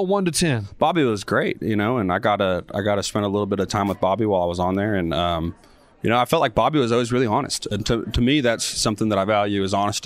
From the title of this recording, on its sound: CMA Awards Backstage Interviews